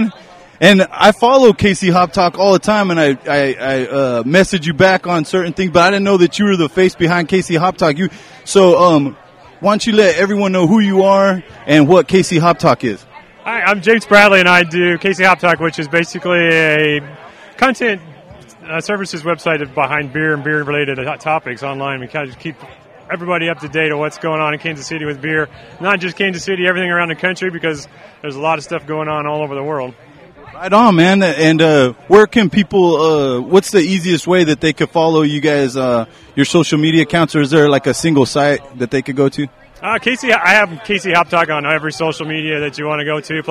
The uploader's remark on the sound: We were Live at Parkville Microbrew Fest